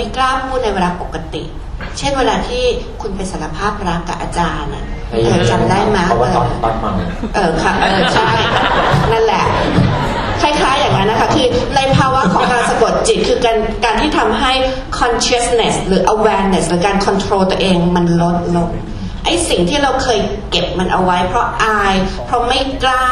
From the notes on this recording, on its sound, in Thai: เสียงอัดจากงานเสวนา. จัดที่คณะเทคนิคการแพทย์ มหาวิทยาลัยมหิดล ศาลายา.